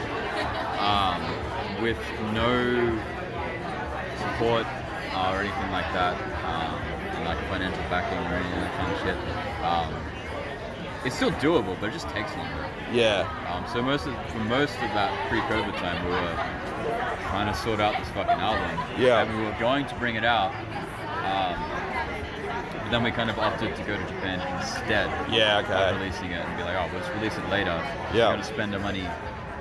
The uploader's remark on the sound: In the first of three live episodes, two of which were recorded at the wonderful YardDoggs establishment. There's a couple of sneaky guests on this episode as well. Recording at the pub what do you expect.